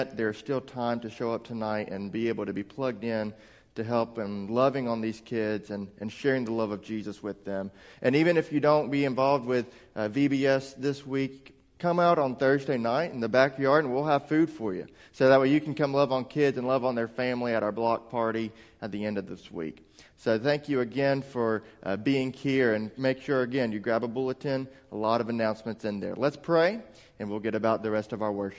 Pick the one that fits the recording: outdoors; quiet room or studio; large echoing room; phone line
large echoing room